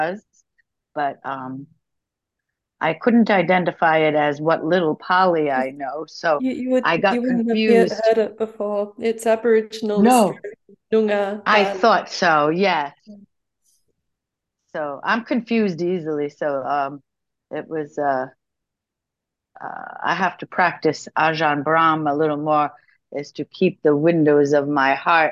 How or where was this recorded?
video call